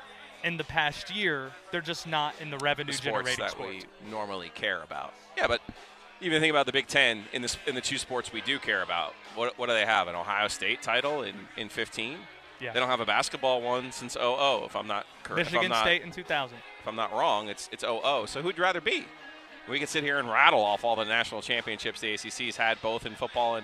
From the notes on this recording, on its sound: live from the Wyndham Championship